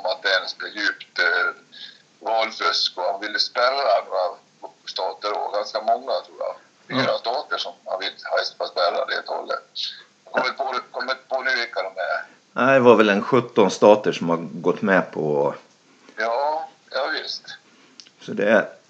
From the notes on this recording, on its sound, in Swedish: Istället för att träffas som vanligt spelar vi in via telefon. Så ljudkvaliteten på dagens avsnitt blir lite sämre.